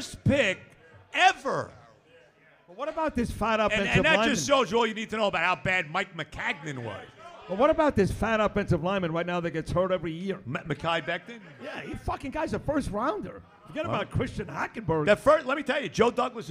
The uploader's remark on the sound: Live from Hackensack Brewing